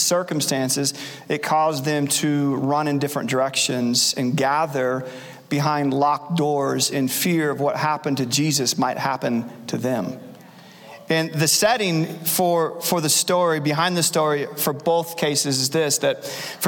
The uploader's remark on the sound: Recorded Live at Capital Church in Meridian, Idaho